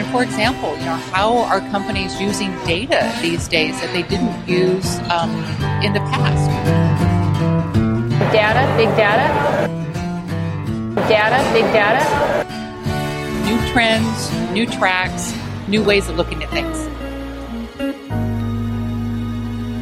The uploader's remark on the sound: live on tape, at the IR Magazine Awards – Europe 2017